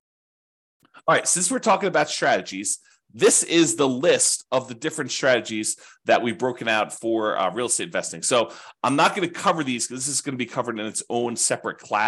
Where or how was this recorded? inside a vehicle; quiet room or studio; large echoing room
quiet room or studio